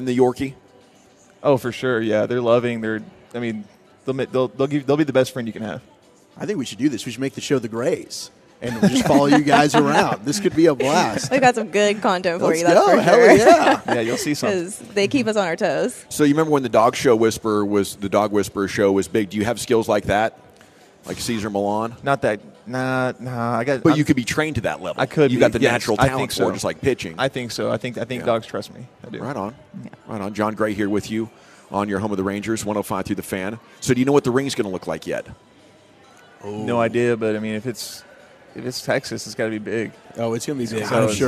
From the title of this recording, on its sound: live from the Texas Rangers Toy Drive